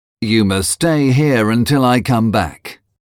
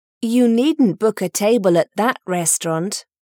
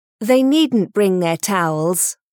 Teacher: notice the elision of t between two consonant sounds